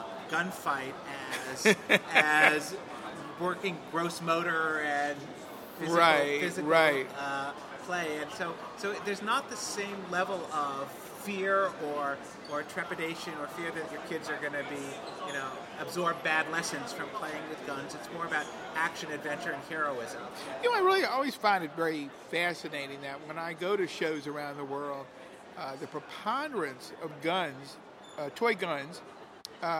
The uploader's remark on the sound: From the Guangzhou Toy & Edu Fair. Recorded on the floor of the show in Guangzhou, China.